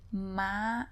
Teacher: Ma, horse, with high tone.